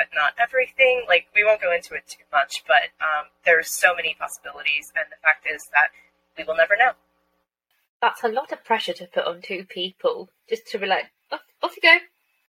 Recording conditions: poor sound quality